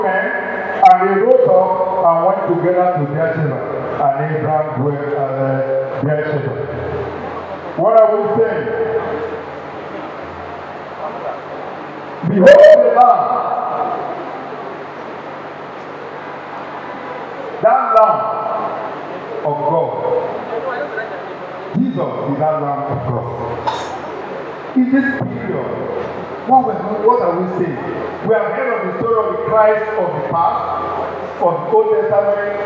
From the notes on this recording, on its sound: Recording of Sunday sermon.